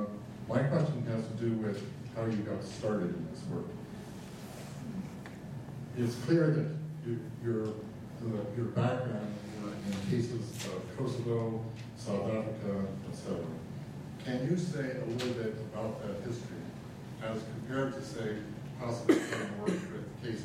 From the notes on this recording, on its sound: This lecture was presented on January 8, 2015, at the University of Chicago Law School as part of the Brennan Center Jorde Symposium.